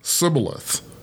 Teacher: The people from Gilead pronounced the word as shibboleth, beginning with the SH sound, like in shoe. But the people from Ephraim pronounced the word sibboleth, beginning with the S sound, like in so.